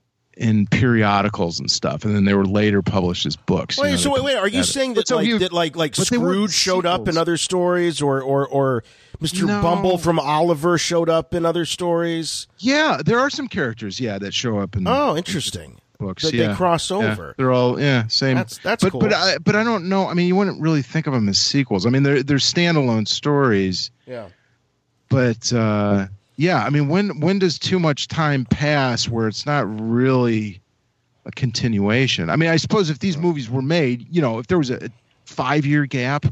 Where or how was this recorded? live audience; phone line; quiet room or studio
phone line